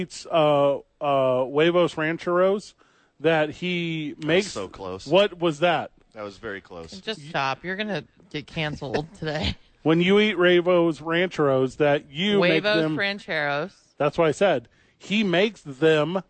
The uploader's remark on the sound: live from The YMCA.